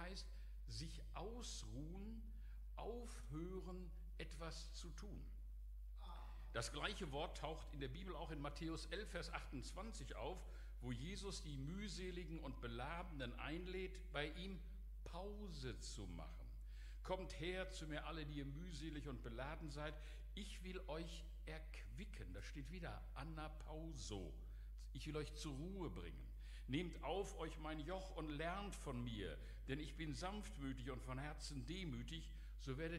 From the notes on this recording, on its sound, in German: Aufzeichnung der Predigt des Gottesdienstes.